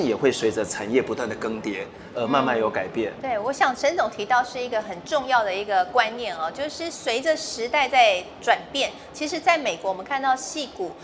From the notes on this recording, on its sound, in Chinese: 繼續把錄音室帶到AI EXPO Taiwan的展覽會場，與聽眾面對面！於AI EXPO Live Studio現場合影。